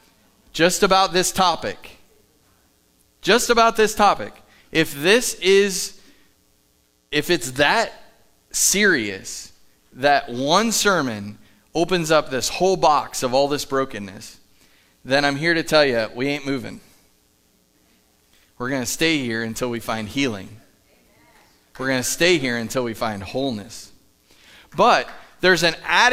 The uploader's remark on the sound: Live from The Summit Church in Dover, OH